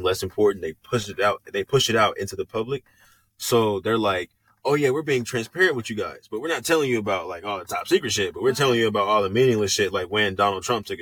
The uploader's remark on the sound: All the way from a ghost forcing us to record away from the house and back into the car. (The ghost cursed our audio in this episode).